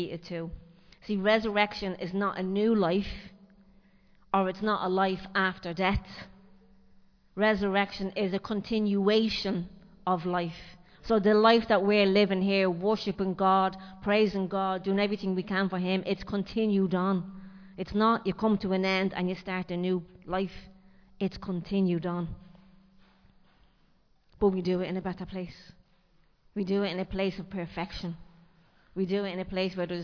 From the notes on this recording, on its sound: Recorded live in Liberty Church on 30 April 2023